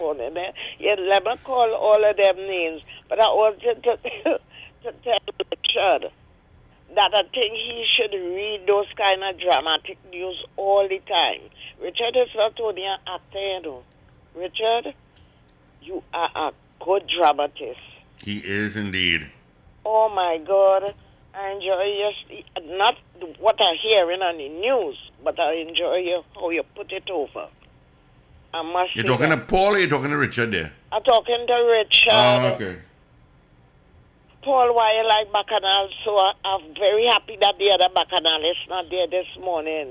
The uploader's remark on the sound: During this hour we take calls from our audience